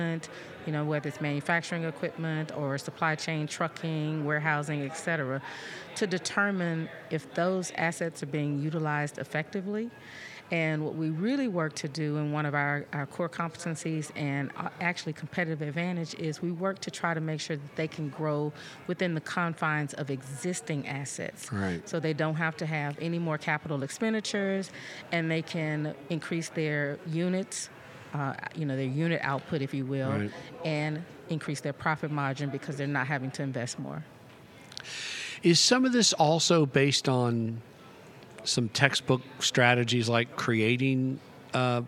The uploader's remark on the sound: Recorded at this year’s annual JMI Small Business Leadership Conference hosted at Loews Sapphire Falls Resort. This and the following segments were recorded at this year’s annual JMI Small Business Leadership Conference hosted at Loews Sapphire Falls Resort .